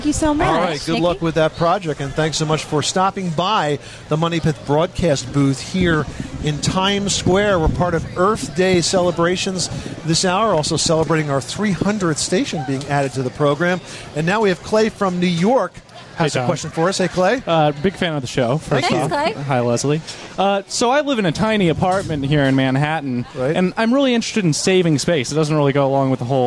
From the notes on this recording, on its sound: Live from Times Square! A broadcast live from Times Square.